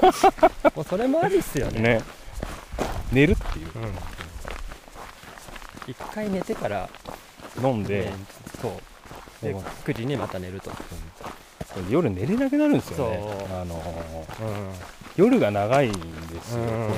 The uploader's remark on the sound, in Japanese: OMM JAPAN 2022 奥美濃の様子を競技中に録音してきた真空パック的な回で。